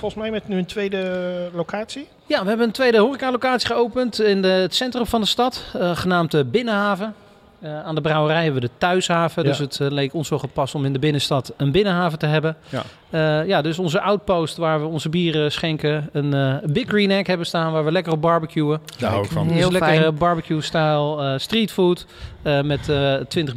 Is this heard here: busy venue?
yes